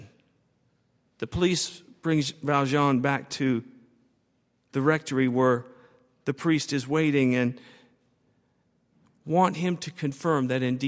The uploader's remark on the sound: on Sunday, January 27, 2013, at Highland Baptist Church.